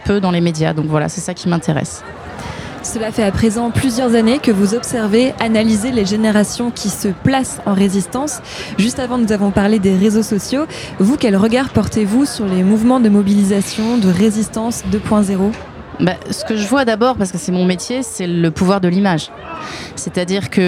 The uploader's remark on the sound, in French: En direct du Forum mondial Normandie Pour La Paix. Pour couvrir l'événement, Phénix a délocalisé son studio le temps d'une émission spéciale (1h) en direct de l'Abbaye aux Dames.